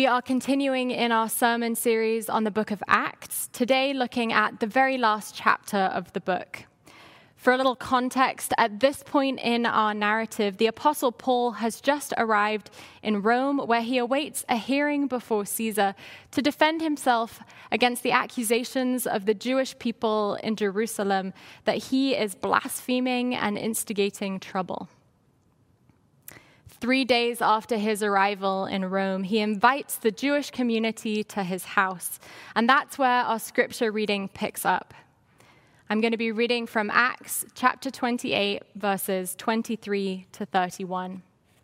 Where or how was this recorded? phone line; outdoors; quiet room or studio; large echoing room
large echoing room